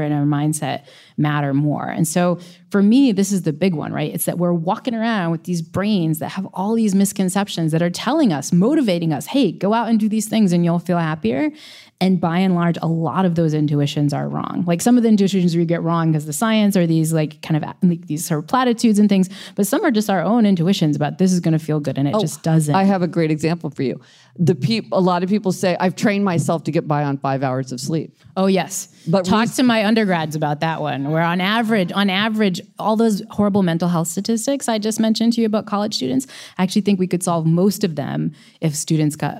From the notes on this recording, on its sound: Live from Toronto. Came together at Toronto's Hot Docs Festival to answer these and other questions from a live audience.